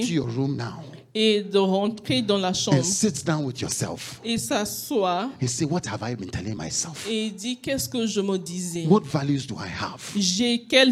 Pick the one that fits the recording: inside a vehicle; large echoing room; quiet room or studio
large echoing room